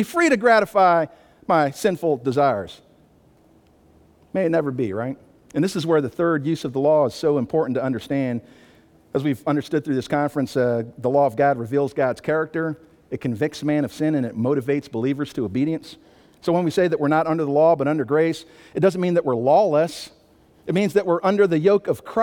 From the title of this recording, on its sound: Sunday Morning Worship Service